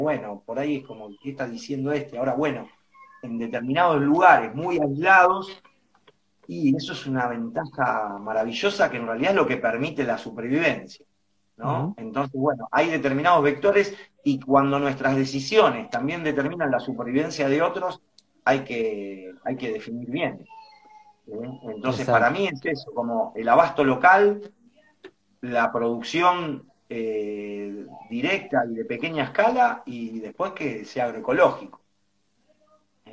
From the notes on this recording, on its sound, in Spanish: Audio de la charla en vivo por Instagram